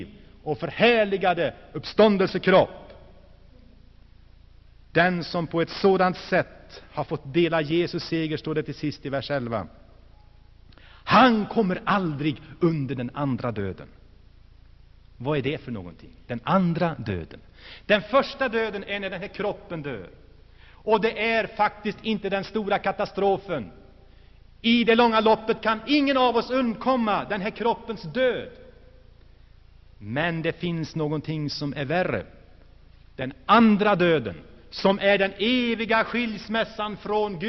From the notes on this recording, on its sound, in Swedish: Inspelad i Saronkyrkan, Gšteborg.